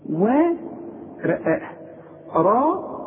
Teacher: مد شفايفك على هيئة قبلة، والمد بتاعها كمان مفخم.